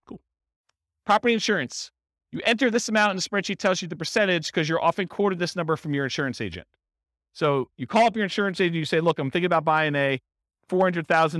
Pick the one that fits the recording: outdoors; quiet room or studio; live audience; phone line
live audience